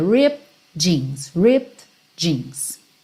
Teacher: Do P você já vai pro D.